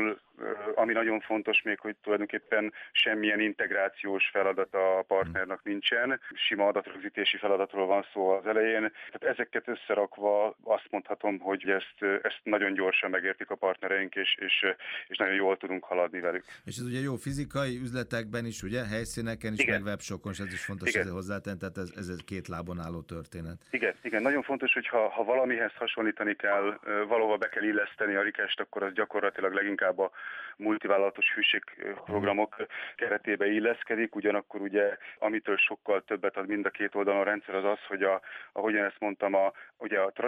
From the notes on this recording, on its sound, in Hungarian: telefonvendégei